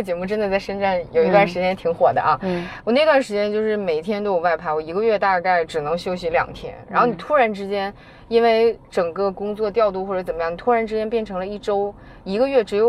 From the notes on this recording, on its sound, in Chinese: 这期是我们在车里聊了下她创业以来的一些故事跟心得。可能你会偶尔听到一些转向灯的声音，都是正常的，不过整体音质我觉得还OK啦。